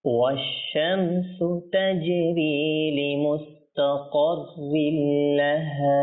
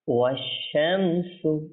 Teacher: প্রথমটা শিন তারপরটা দেখেন নিমের পরে সিন